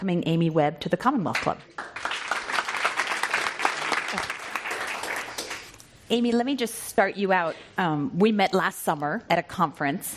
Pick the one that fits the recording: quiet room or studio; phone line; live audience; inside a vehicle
live audience